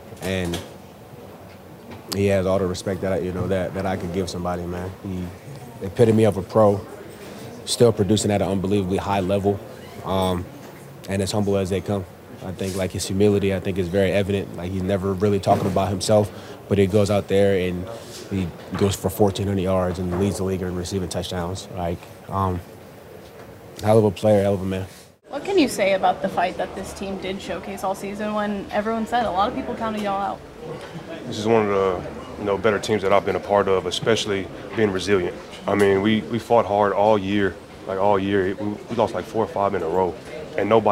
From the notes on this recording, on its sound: Bucs Postgame Locker Room Press Conferences. NFC Divisional Round 2023-2024 Playoffs.